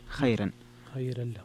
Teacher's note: خيرا فيها ترقيق الراء لورش